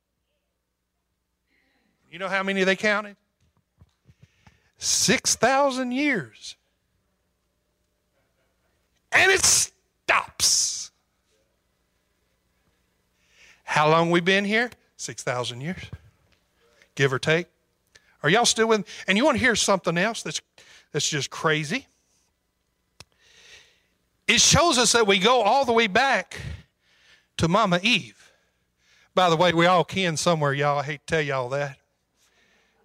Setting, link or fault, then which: setting, large echoing room